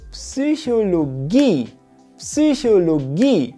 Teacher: Hier liegt die Betonung auf der letzten Silbe.